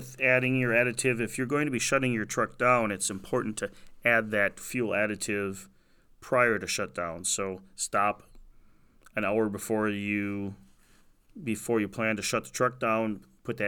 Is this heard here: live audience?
no